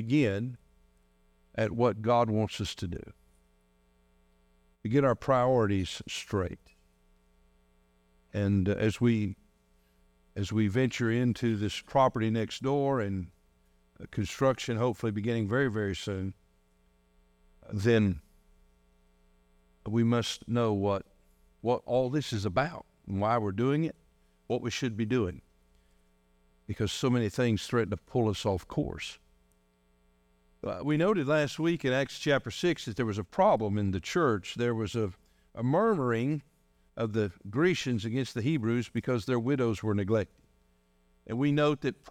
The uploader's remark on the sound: delivered on January 21, 2024, during our morning service